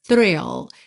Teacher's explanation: Temos um TH, th, th, th, que já puxa para um R, e um I que não é I, tá?